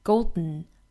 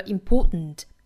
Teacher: 我们有一个鼻腔爆破、啊、也就是用鼻子来憋一下这个音